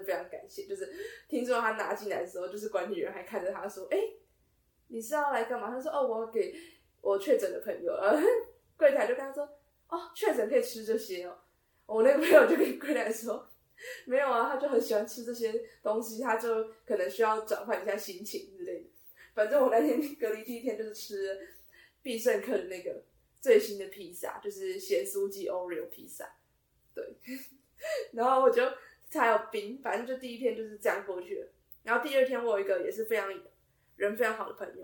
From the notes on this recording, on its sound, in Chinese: 音質因無使用麥克風而略有瑕疵